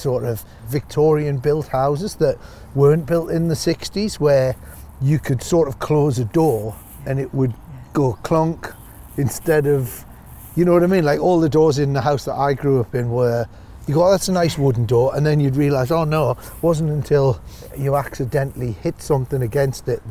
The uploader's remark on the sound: a stroll around Regent's Park in North London